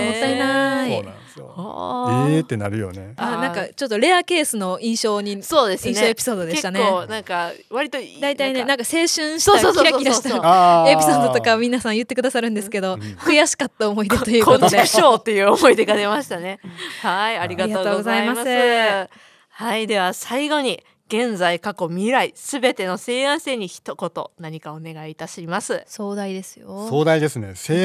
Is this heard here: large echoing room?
no